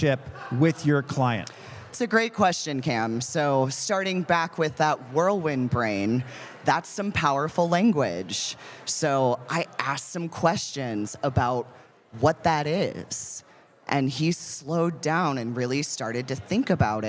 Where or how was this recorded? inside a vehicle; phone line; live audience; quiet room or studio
live audience